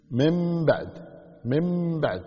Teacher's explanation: نون ساكنة جاء بعد حرف الباء على طول النون تنقلب إلى ميم، تقلب النون إلى ميم، فصير مم، مم، من بعد، من بعد ما في نون، تحولت النون إلى ميم، قلبناها إلى ميم لمجيء الباء بعدها، فتكون مم بعد. · Term: الإقلاب